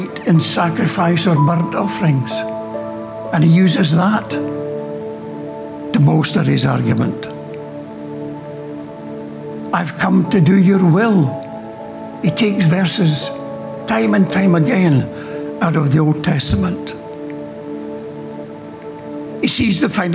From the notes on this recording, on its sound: Recorded during our Good Friday morning reflection service.